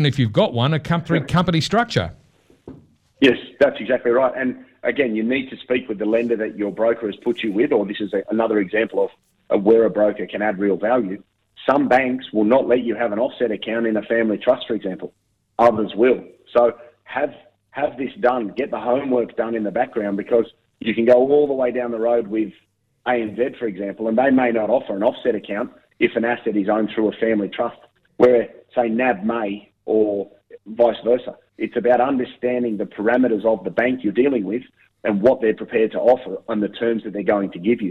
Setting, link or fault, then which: link, phone line